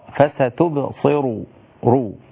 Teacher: يعني عندي الراء مضمومة مفخمة